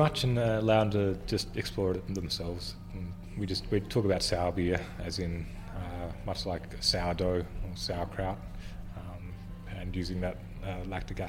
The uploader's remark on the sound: The episode was recorded at The Mallow Hotel in Skipton Street, Ballarat